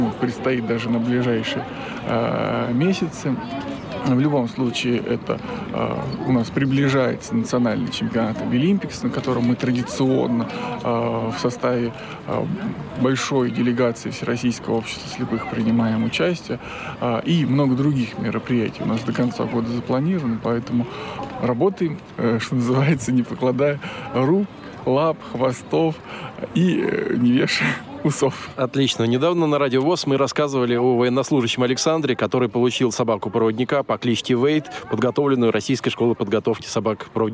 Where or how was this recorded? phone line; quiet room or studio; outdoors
outdoors